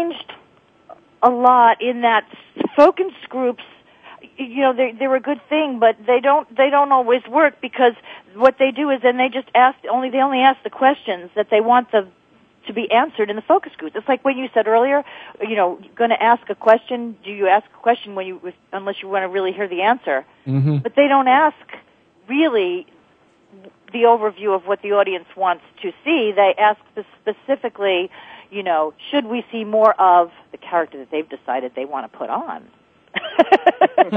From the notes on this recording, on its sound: Take calls from listeners who are seeking advice on relationships, parenting, pets, and more.